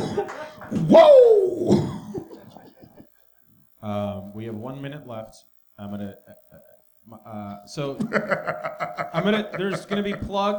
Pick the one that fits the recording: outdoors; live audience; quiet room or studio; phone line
live audience